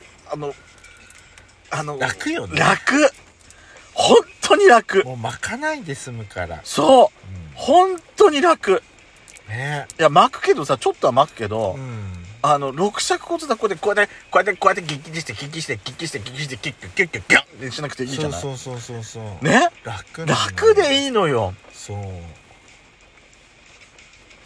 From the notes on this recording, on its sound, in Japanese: パーキング収録